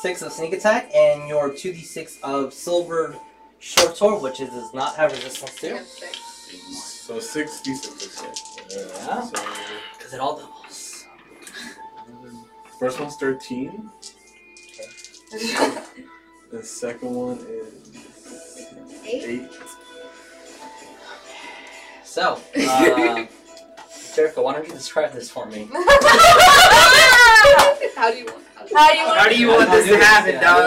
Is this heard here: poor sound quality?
yes